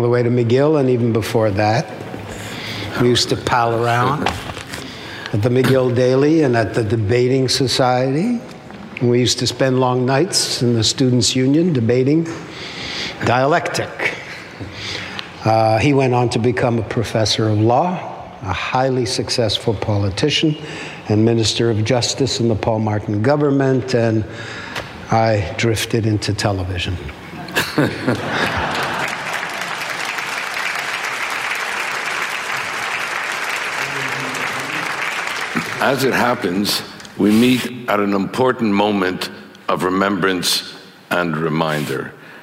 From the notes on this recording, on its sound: Speaks at ideacity's 20th anniversary conference.